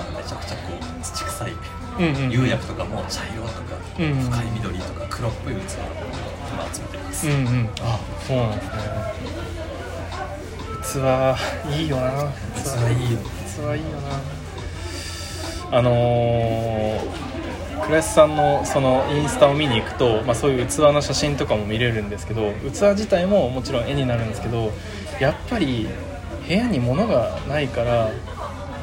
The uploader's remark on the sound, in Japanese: 野外録音のため、環境音など聞こえづらい点ご容赦ください。